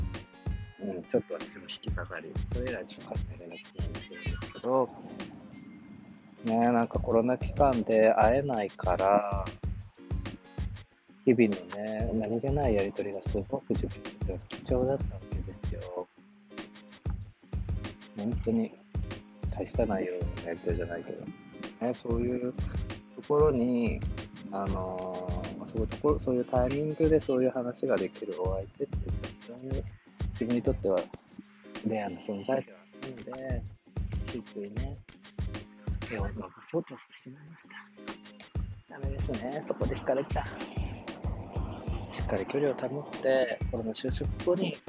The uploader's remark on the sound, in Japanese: 川沿いでの収録のため風の音が少し入っちゃいましたが、ポカポカ陽気の中収録しましたよ〜。